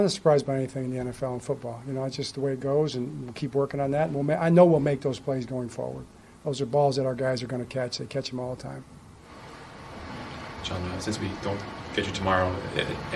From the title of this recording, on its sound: Postgame Press Conference